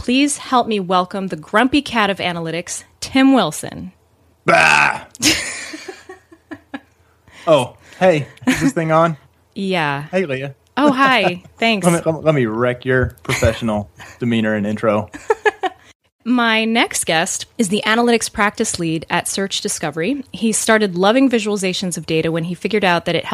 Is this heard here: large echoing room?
no